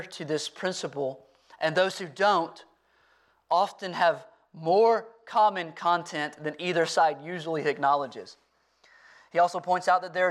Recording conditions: large echoing room